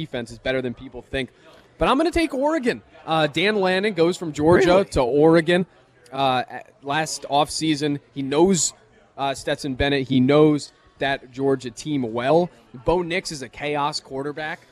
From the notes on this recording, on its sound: live from Monk's Bar and Grill in Sun Praire